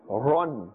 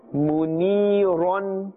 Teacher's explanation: ra has a fathatain, which means two fathas, and therefore it is pronounced with a full mouth. We will not say run, we will say ron.